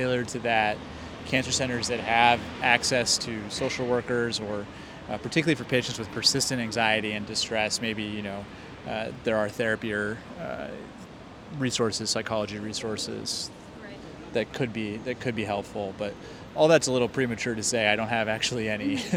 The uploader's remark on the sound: live interview recorded by Oncology Data Advisor at the 2023 American Society of Clinical Oncology (ASCO) Annual Meeting